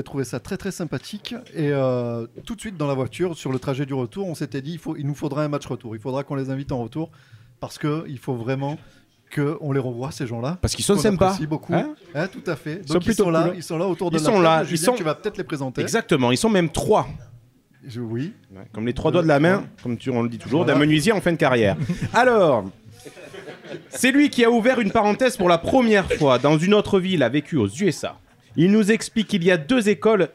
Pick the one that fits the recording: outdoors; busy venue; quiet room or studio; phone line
busy venue